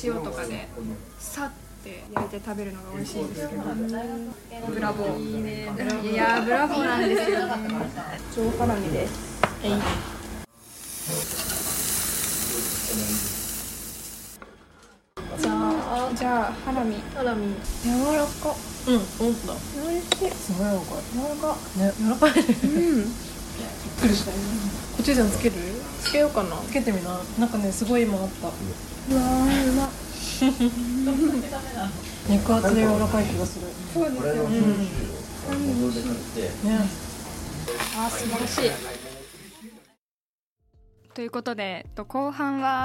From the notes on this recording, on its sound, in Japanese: 上野にある東京苑での実際のロケの音声